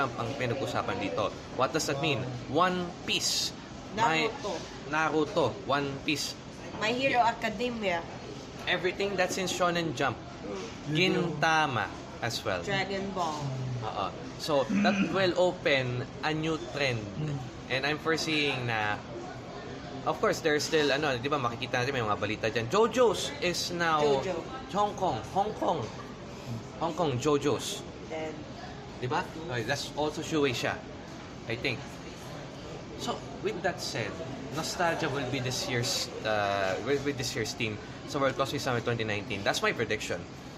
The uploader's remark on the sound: Just an hour after Otakufest 2019 has ended. Recorded from Jollibee at Super Metro Besak.